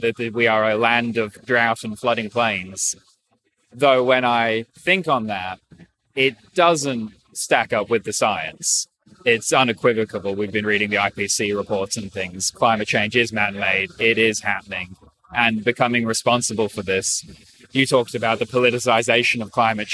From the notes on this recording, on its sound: Join me from the conclusion of the Climate Investor Forum, held by Climate Zeitgeist, for this short interview with the Special International Guest